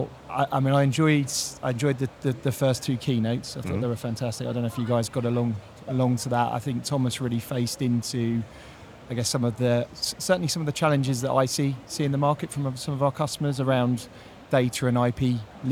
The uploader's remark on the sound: We are live from Google Cloud Next 2023, direct from the Expo floor.